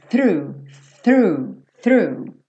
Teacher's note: Então, fez o f, f, f, f, você vai puxar a língua para dentro fazendo esse R.